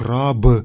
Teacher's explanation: то есть некий редуцированный краткий гласный звучал на конце слова